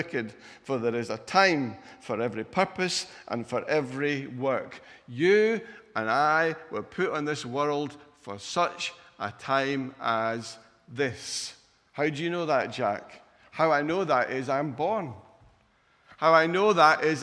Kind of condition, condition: setting, large echoing room